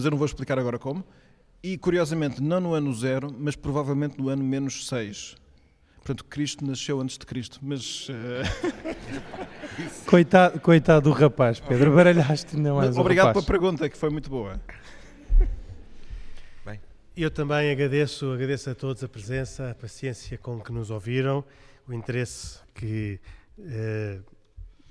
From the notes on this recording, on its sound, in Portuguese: Programa gravado na Igreja de Nossa Senhora do Livramento na Sobreda da Caparica. Perguntas do públi.